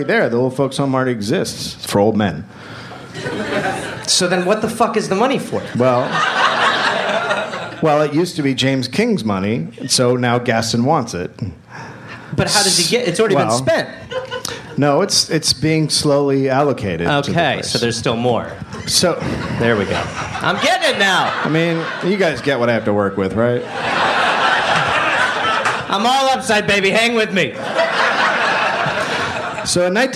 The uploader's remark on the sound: Live in Durham, NC